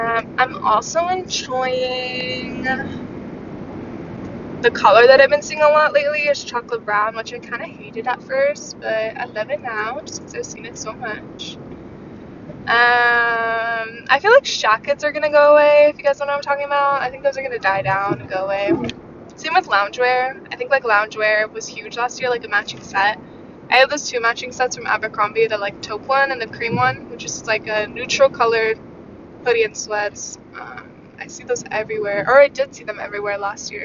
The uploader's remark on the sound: i almost got into three different car accidents while recording this episode.